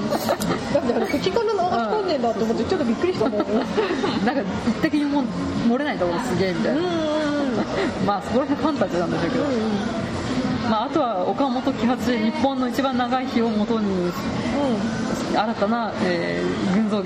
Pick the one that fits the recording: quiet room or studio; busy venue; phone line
busy venue